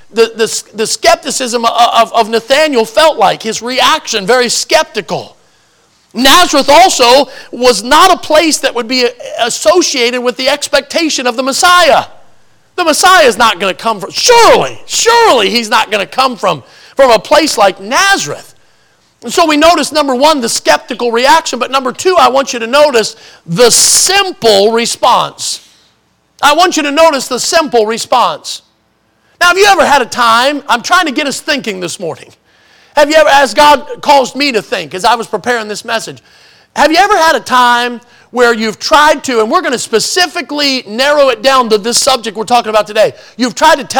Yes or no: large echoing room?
yes